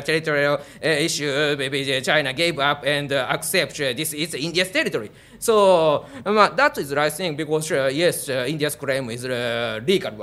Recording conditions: busy venue